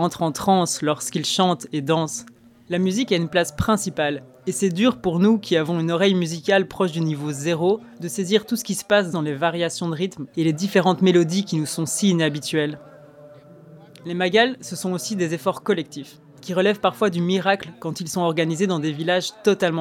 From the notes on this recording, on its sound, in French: Musique de fond : enregistrement audio au Magal de Keur Ndiaye Lo